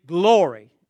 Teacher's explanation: she turned a two-syllable word into a three-syllable word. She would say glory.